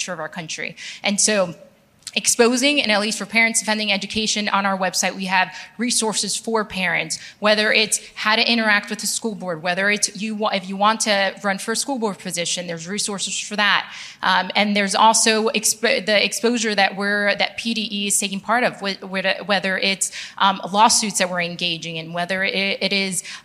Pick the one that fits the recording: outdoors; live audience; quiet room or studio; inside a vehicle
live audience